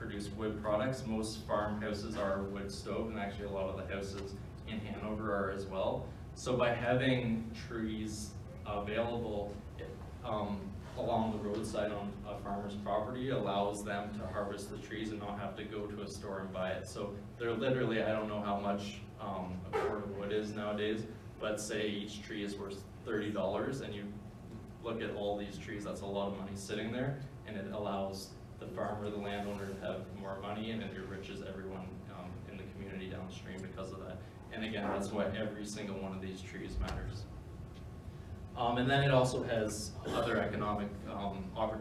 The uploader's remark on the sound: A keynote I gave on March 20, 2019